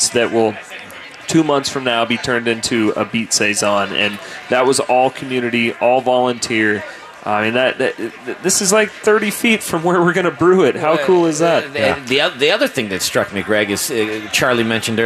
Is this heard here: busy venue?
yes